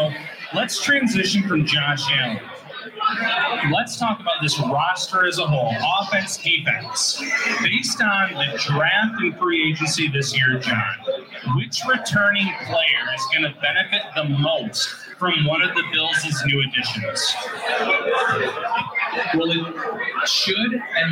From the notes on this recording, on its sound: LIVE from Resurgence Brewing Company. To offer fans a chance to come out and meet the guys and participate in a live show.